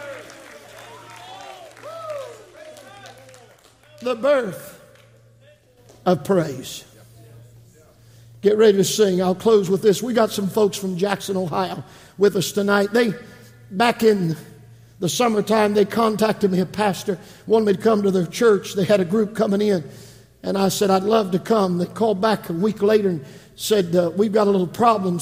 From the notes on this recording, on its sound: This message was preached from the 2023 Calvin - Doris Evans Memorial Camp Meeting